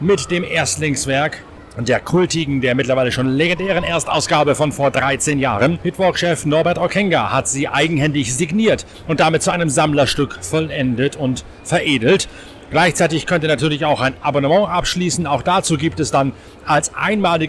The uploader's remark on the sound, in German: Live vom Ring-Boulevard. Der Nürburgring bebt unter dem Sound von den altehrwürdigen V10-Motoren – und er glüht unter der gleißenden Sonne.